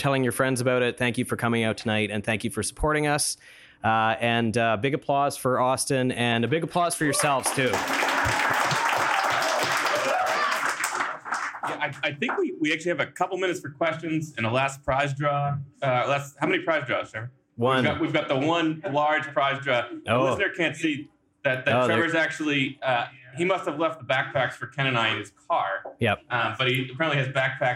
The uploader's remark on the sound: We're also in the same room, and joined by a whole crowd of people in the Riverside Room at Picaroons Roundhouse/540 North on the banks of the Wolastoq. It's our first live episode, recorded in Fredericton on February 20th as part of the APANB/UNB Anthropology sponsored "Night of New Brunswick Archaeology".